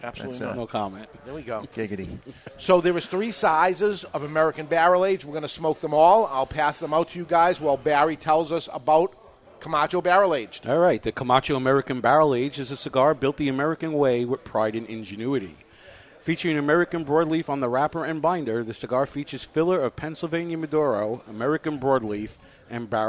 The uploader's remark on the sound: The Camacho American Barrel Aged Tour rolls through Nashua, New Hampshire and we broadcast live from the event at Two Guys Smoke Shop.